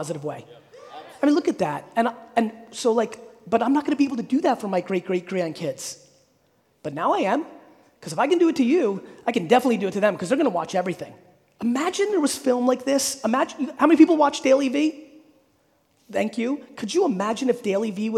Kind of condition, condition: setting, live audience